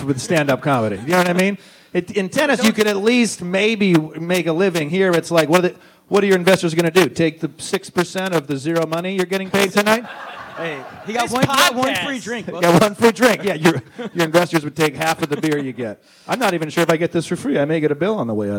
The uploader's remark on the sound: live podcast, recorded at the legendary Stand Up NY comedy club on the Upper West Side of Manhattan